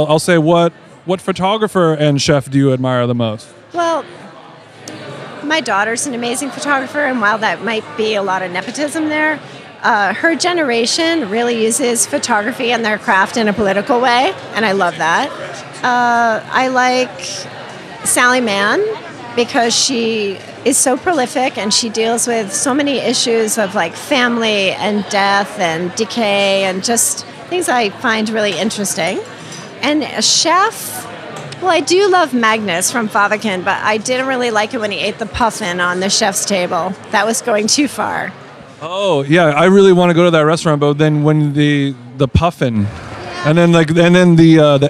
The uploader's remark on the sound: This week we are very happy to present the keynote panel from the 2017 Food Book Fair, recorded live from Liberty Hall at the Ace Hotel New York. From the always poppin lobby of the Ace Hotel.